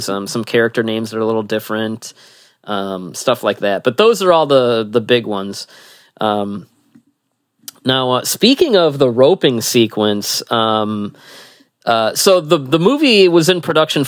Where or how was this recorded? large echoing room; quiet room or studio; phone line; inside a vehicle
quiet room or studio